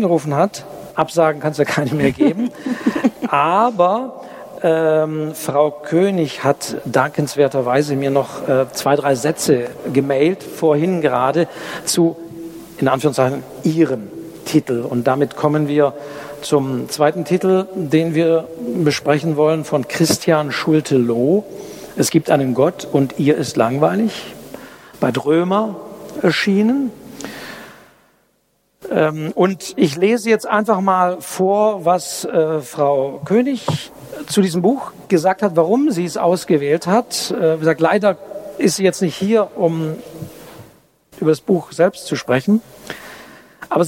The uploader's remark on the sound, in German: Live-Mitschnitt. Das Literarische Buchhandelsquartett auf den Stuttgarter Buchwochen hat Tradition. Vier Buchhänderinnen und Buchhändler aus dem Raum Stuttgart sprechen über vier Bücher des Herbstprogramms und diskutieren live vor Publikum.